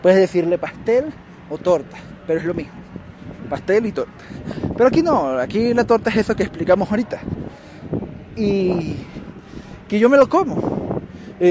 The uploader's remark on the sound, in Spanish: Por la mala calidad de audio, grabé con mi celular al aire libre.